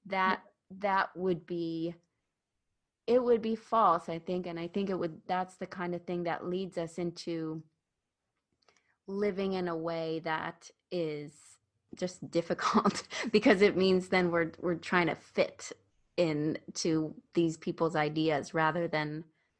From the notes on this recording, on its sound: This conversation took place live as part of Flourish & Bloom Collective , a cozy online group